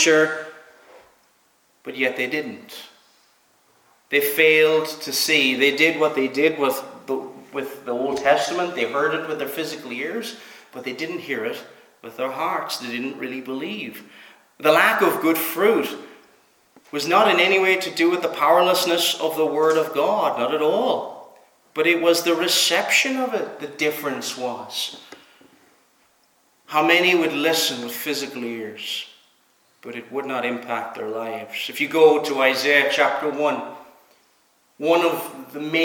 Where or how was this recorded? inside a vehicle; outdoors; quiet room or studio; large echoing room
large echoing room